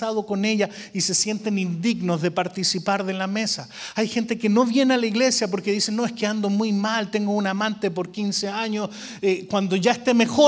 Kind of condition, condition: setting, large echoing room